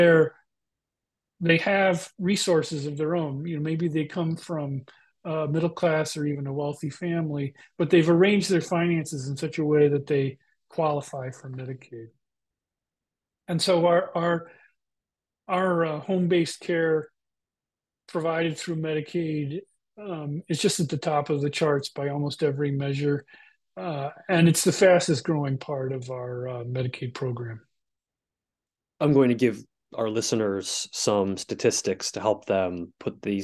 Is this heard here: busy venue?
no